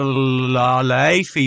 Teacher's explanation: Lofi wird das wahrscheinlich ausgesprochen. Irgendwas, das A ist irgendwas zwischen A und O